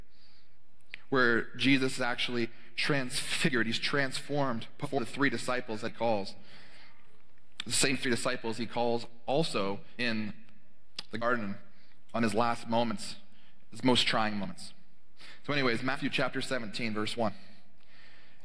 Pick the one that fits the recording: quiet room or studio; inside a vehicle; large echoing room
large echoing room